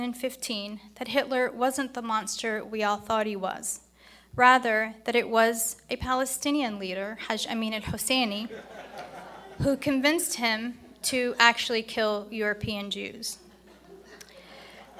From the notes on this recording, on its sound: Is from the 2019 IsraelLobbyCon at the National Press Club.